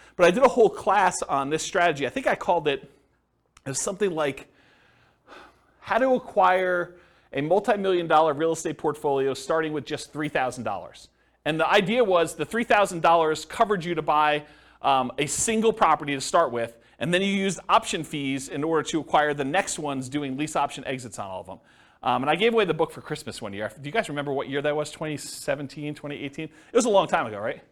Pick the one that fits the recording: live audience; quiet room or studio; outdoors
live audience